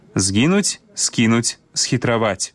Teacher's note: Трэба найперш памятаць, што пры літаратурным вымаўленні няма памякчэння гукаў «з» і «с» перад мяккімі заднеязычнымі «е», «кі» і «хі».